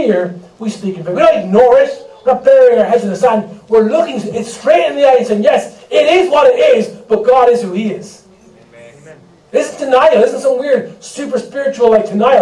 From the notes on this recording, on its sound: We apologise for the poor sound quality on this recording.